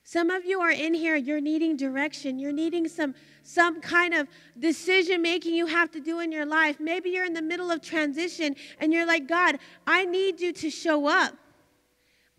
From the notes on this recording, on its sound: Recorded live from the Eagles Arise Gathering In Stryker, Ohio.